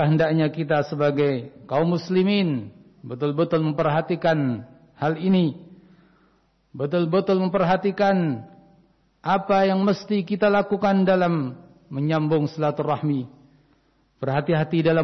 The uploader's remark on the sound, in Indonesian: Rekaman Khutbah Jum'at Ma'had Riyadhul Jannah Cileungsi Bogor. Pelaksanaan shalat Jum'at, dilaksanakan dengan mengikuti protokol kesehatan.